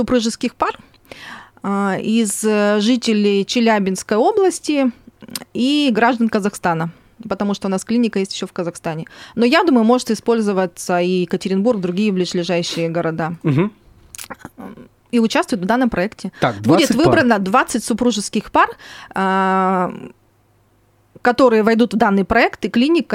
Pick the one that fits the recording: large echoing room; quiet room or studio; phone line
quiet room or studio